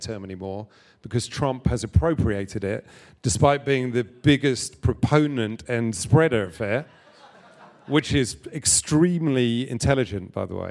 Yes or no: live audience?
yes